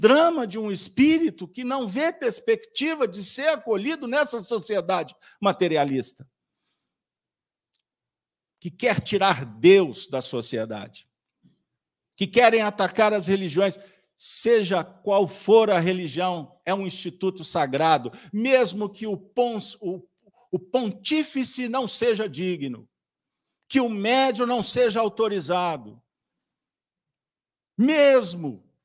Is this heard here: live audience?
yes